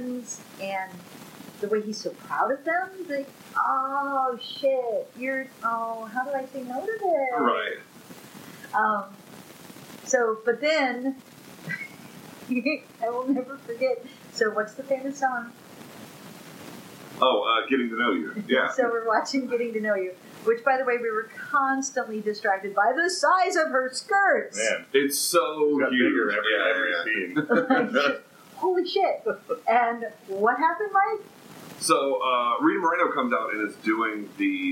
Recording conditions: poor sound quality